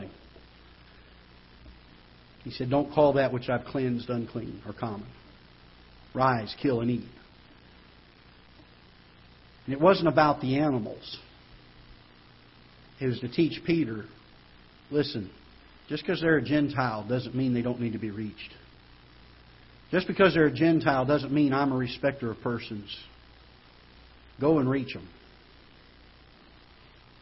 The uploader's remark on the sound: Ketha Heights Baptist Church ~ Live Broadcast